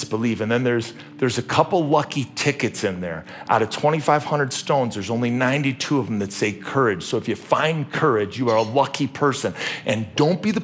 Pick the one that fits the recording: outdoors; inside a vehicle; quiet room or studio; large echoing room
large echoing room